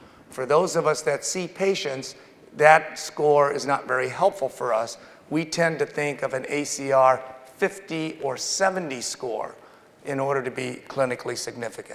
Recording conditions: large echoing room